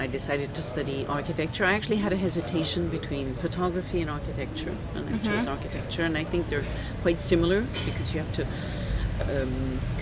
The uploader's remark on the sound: Live from the bustling Cannes Film Festival 2022. This was my first ever, in person, live interview and not over Zoom (for once!)...recorded in a slightly noisy hotel restaurant hence the odd clinking noise, or plate clattering.